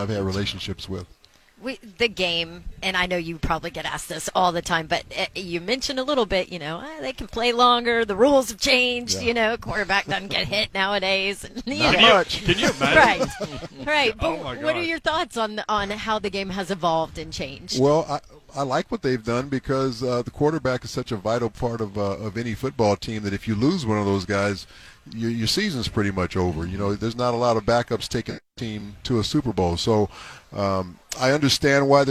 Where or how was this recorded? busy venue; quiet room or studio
busy venue